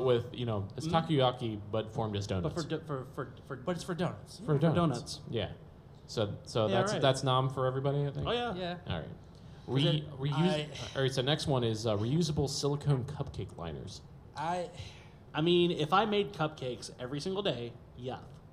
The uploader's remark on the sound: we're live at Farpoint 2020!